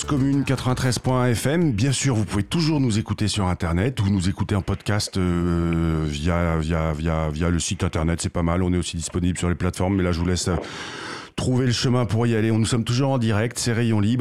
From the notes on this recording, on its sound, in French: En plateau (au téléphone).